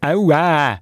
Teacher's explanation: Ausgesprochen aber mit etwa 4 Ä am Schluss.